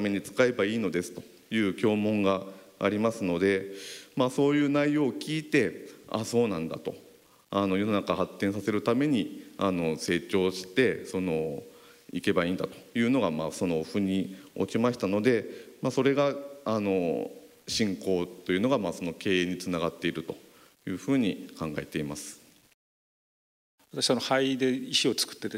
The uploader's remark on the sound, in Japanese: 福岡県福岡市にある幸福の科学・福岡正心館で公開録音イベントを行いました。今回は、その公開録音第２部で行った「信仰×経営」の模様をお届けします。